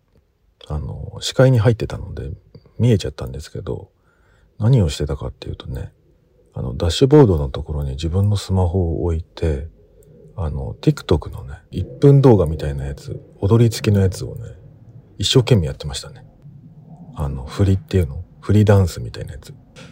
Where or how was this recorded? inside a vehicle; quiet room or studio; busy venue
inside a vehicle